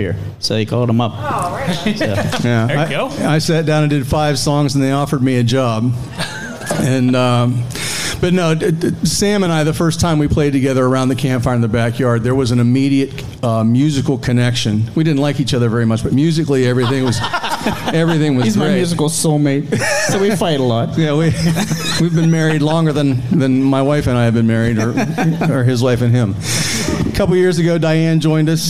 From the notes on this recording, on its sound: Live From the Westmoreland Cultural Trust "Love Local Courtyard Concert Series". Last week I was given the opportunity to do the podcast LIVE in front of an audience at the Love Local Courtyard Concert Series presented by the Westmoreland Cultural Trust and Palace Theatre. During a socially distanced series of very small shows.